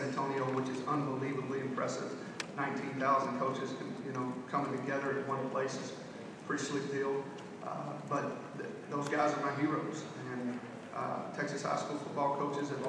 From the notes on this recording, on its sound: Q&A at Big 12 media days 2016.